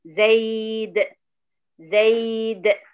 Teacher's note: سكنت الدال وعملت لها القلقلة الخاصة بيها